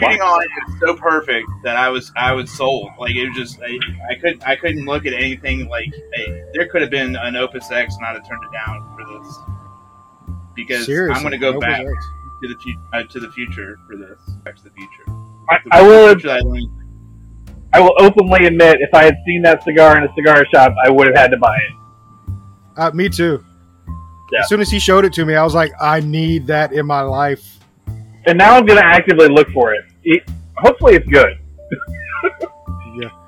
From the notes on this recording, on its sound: Back Porch Lounge Show. Please forgive the camera and sound issues, we are working them out.